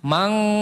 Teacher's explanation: Kalau eng itu cenderung dia mengalirkan seluruh suaranya lewat hidung, khayshum. Mang, jadi mulut ditutup pun masih eng bunyinya, mang, itu eng.